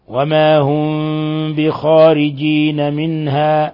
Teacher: ميم ساكنة جاء بعدها الباء، الحكم التجويدي إخفاء شفوي